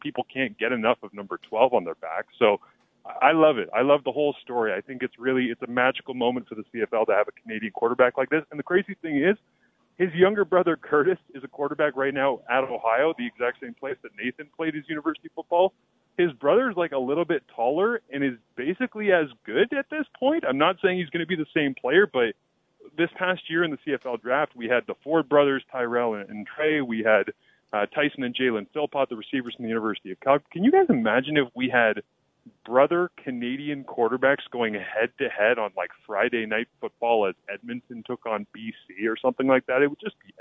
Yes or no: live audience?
no